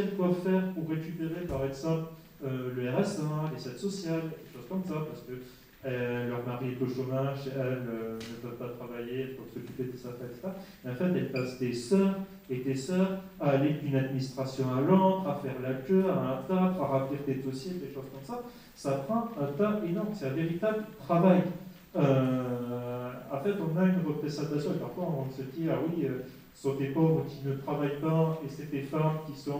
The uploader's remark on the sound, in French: Table-ronde en public.